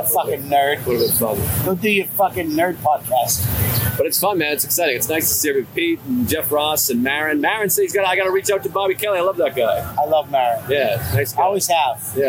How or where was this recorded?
busy venue